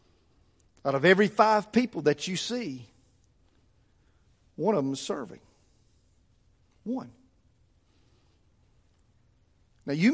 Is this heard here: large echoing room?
yes